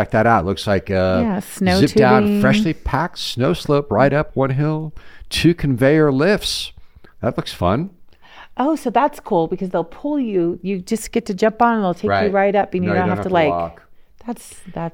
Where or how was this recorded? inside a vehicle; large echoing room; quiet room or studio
quiet room or studio